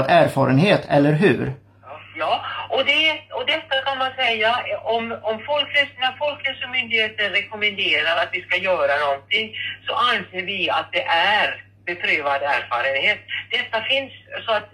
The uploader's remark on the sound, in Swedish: Telefonintervju med läkaren